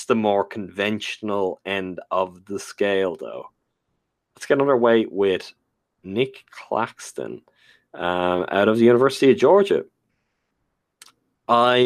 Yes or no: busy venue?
no